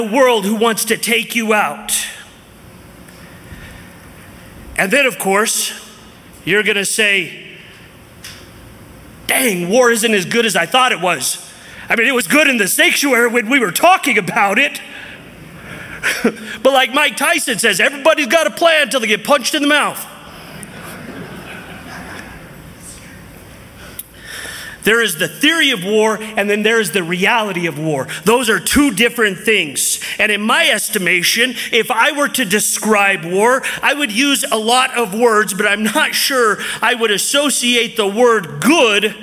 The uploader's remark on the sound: from the 2023 Southwest Men's Conference